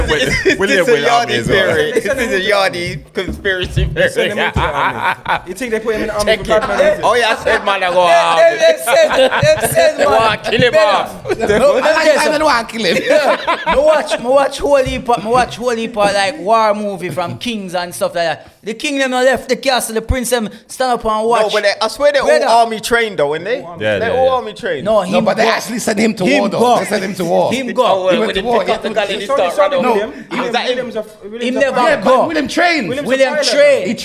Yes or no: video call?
no